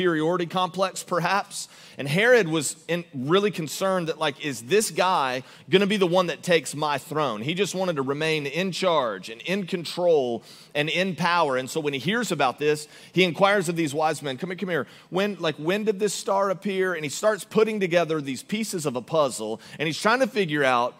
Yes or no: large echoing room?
yes